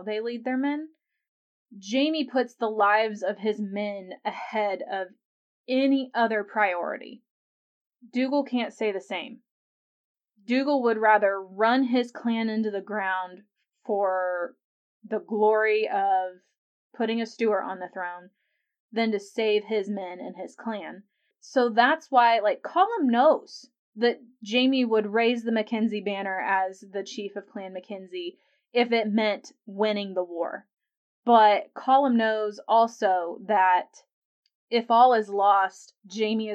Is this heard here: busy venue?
no